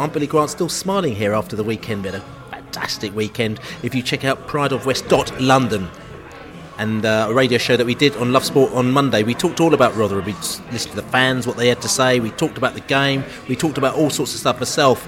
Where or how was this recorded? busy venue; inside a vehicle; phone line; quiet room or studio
busy venue